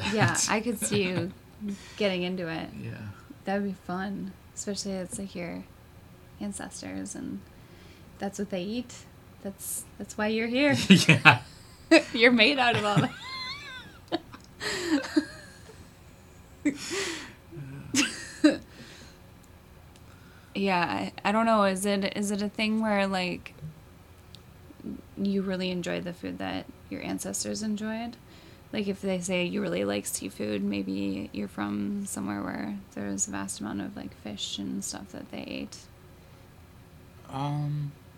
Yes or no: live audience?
no